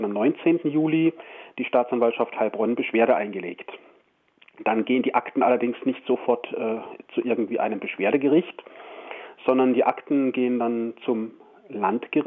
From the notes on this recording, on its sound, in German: Immer noch nicht mit uns im RDL Studio an unserer August- Ausbruchsendung teilhaben, sondern nur per Telefon.